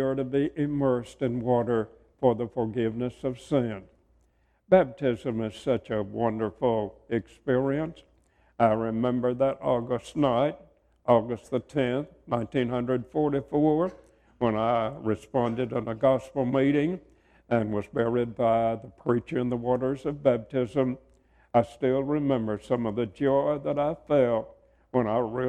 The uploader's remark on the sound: preaches at the 2021 Memphis School of Preaching Lectures.